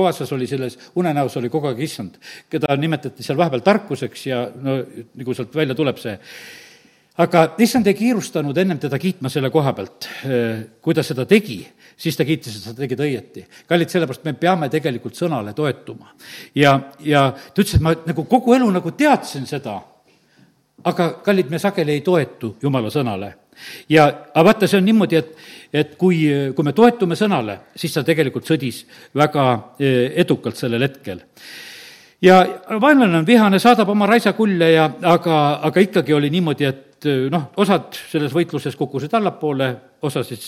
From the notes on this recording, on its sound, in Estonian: Audio salvestus koosolekult